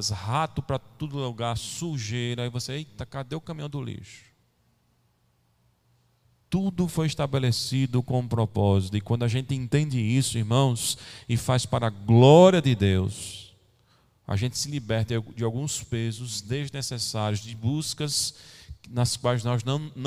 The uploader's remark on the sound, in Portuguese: Gravado em 18 de novembro de 2020 na Igreja Evangélica Congregacional em Candeias